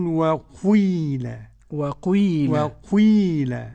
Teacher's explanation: ضمة مقدمة على الكسرة · Term: إشمام الكسرة